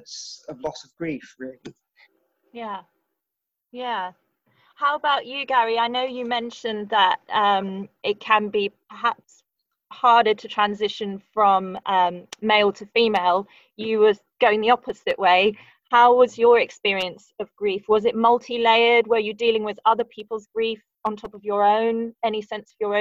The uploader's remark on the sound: Please excuse some poor audio recording on my part during this episode. I spoke to my guests via Zoom, and I'm still learning how to record on there without sounding like I'm calling on a landline from 1995!!